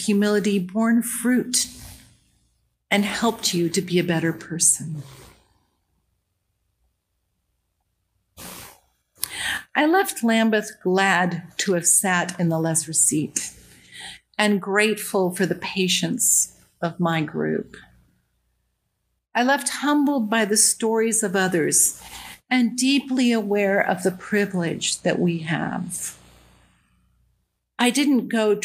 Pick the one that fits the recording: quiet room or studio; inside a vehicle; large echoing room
large echoing room